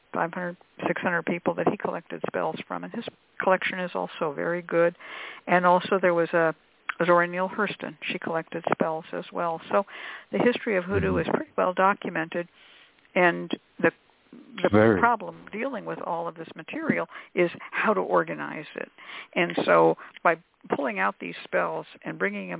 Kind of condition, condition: link, phone line